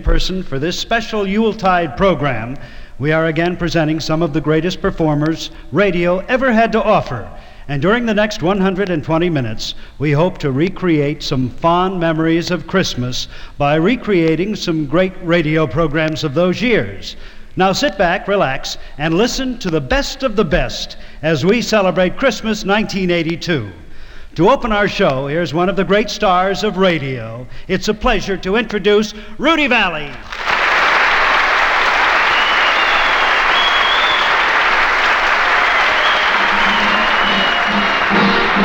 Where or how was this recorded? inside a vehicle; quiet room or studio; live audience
live audience